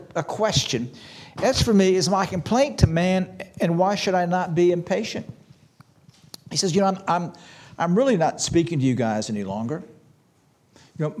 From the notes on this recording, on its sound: This sermon was preached on March 26, 2023 at Antioch Presbyterian Church. At Antioch Presbyterian Church, a mission work of Calvary Presbytery of the Presbyterian Church in America located in Woodruff, South Carolina.